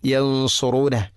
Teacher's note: യൻസുറൂനഹു അല്ല, യൻസു. സ്വാദ് ഉച്ചരിക്കുമ്പോൾ നാവിൻ്റെ മധ്യഭാഗം അണ്ണാക്കിലേക്ക് ഉയർന്നു നിൽക്കണം